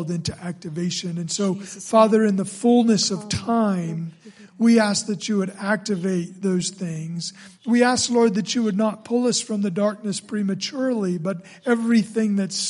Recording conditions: large echoing room